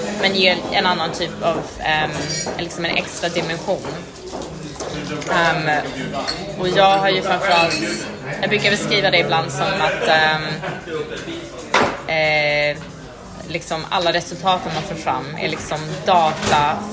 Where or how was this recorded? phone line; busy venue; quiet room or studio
busy venue